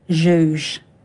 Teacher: it starts with this post-alveolar voiced fricative, which is hardly ever at the beginning and the end of a word. And so it's got this kind of, like, symmetry to it, what they would refer to as kind of sonic closure.